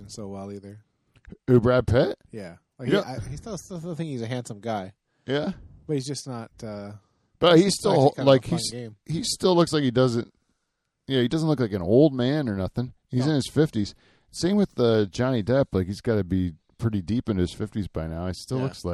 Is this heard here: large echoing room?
no